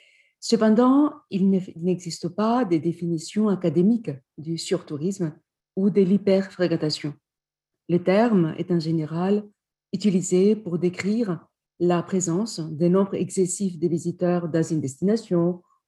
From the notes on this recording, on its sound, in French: Enregistré sur zoom